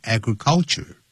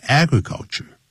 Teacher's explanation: change is threatening agriculture the world over.气候变迁呢？正在威胁全球的农业 is threatening agriculture,不要念成 agriculture, 它重音在第一个音节 · Shown in: second take